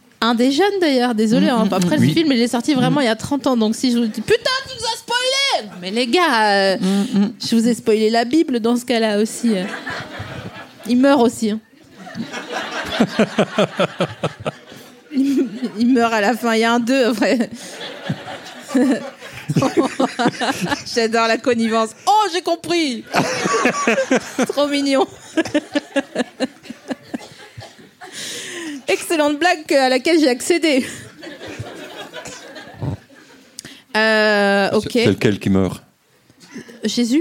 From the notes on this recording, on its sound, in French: Cet épisode a été enregistré le 7 septembre 2019 à La Nouvelle Seine (3 Quai de Montebello, Paris 5e).